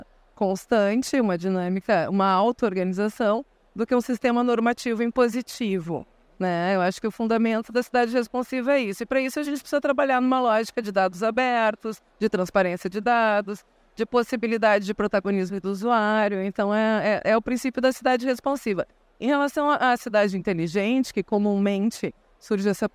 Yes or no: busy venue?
yes